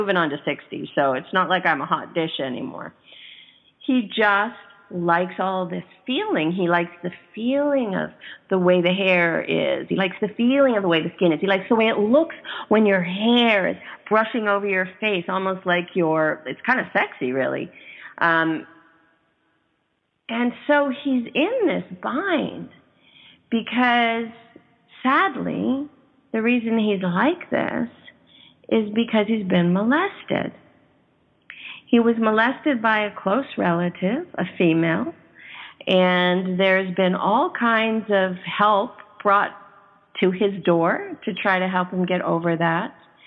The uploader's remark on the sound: calls us from the airport